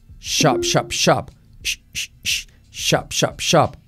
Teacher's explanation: Como mandar callar y sin activar las cuerdas vocales.